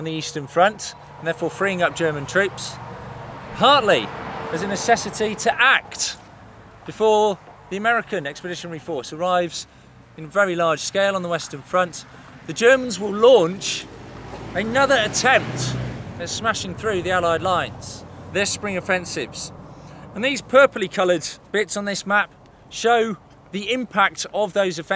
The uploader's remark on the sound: In August 2018, students from across the United Kingdom joined students from France, the United States, Canada and Australia on the Western Front to commemorate the Battle of Amiens. Recorded mostly during that battlefield tour. In this podcast, we visit MOREUIL WOOD.